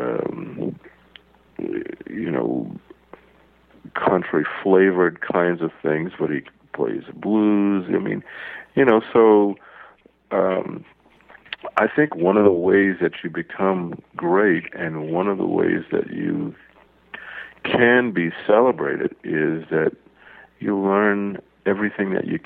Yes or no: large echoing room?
no